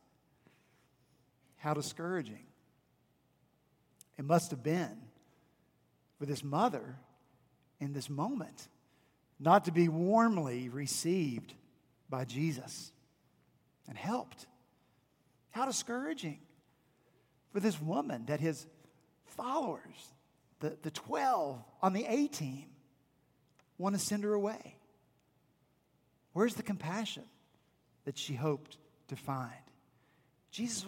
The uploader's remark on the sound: at Redeemer Presbyterian Church in Charleston, SC